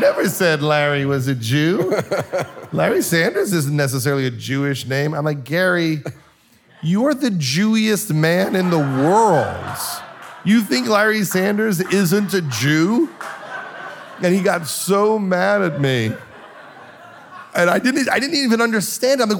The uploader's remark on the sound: Sat down at a sold-out Murmrr Ballroom to share some heartfelt and hilarious stories, and to answer audience questions. Today’s show was recorded in Brooklyn. At Murmrr and Hook and Fade Studios.